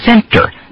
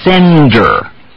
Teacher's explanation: This almost D happens a little bit quicker than it would in a real D word.